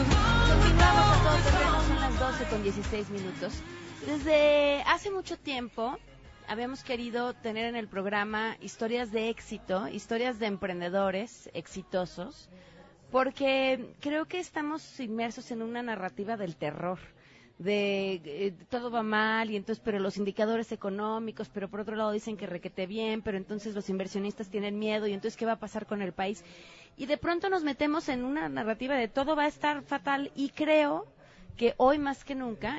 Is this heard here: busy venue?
yes